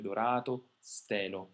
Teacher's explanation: Le vocali accentate con consonante semplice, dorato, e quindi non con doppia consonante, con consonante semplice, ecco che assolutamente lunghe, appoggiate. Una A molto rilassata, molto lunga · Term: vocali lunghe